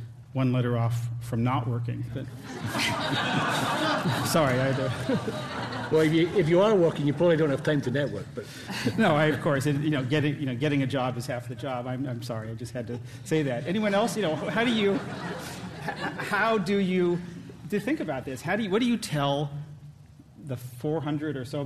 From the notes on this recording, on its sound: This program was recorded in front of a live audience at The Commonwealth Club on January 26, 2009